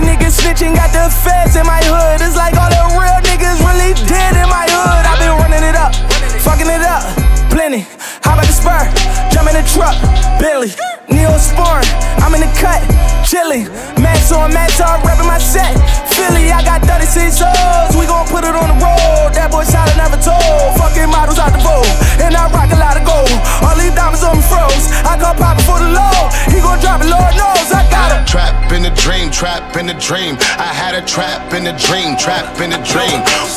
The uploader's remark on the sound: Raw Live Mix done during Afterwork: Life is Beautiful!